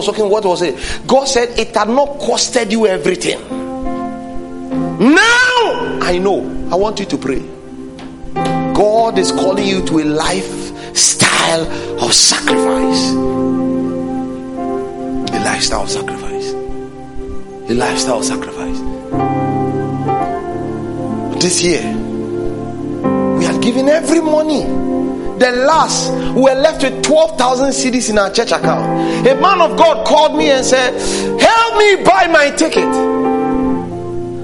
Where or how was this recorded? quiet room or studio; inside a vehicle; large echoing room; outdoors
large echoing room